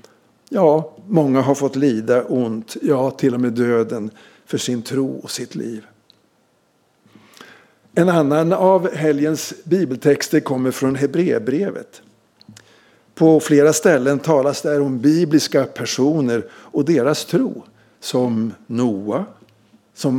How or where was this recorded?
large echoing room